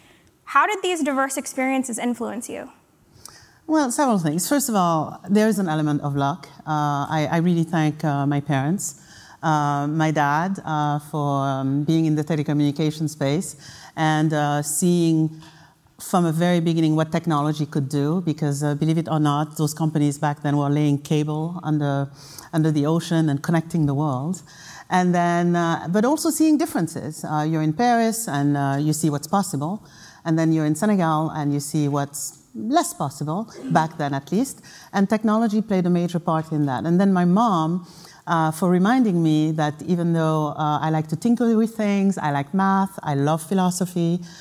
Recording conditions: live audience